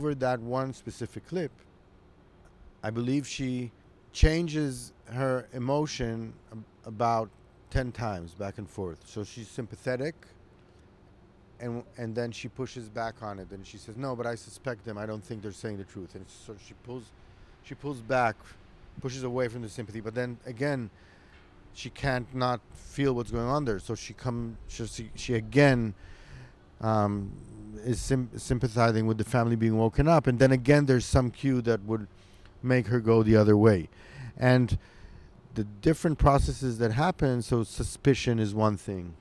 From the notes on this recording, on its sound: as you’ll hear, this is my first episode in a long time that I have recorded in the great outdoors, so enjoy the mild breeze.